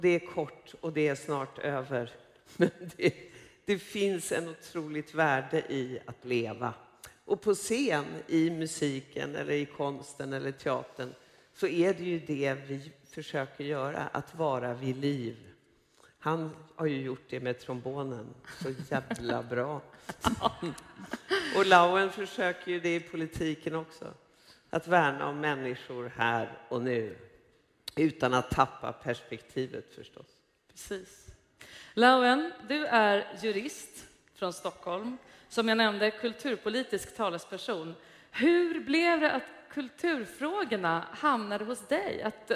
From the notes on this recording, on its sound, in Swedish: Inspelat live på stora scenen inför publik på Musikaliska Kvarteret. När Scendödsfestivalen hölls.